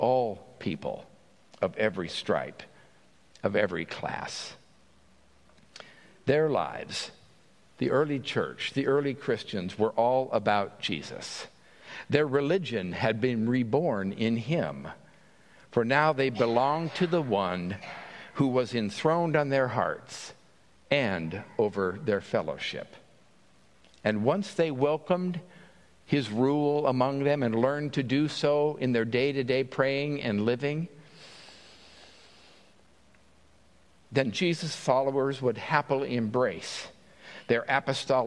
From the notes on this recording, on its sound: At Pender's Traditional Service on Sunday August 24, 2023.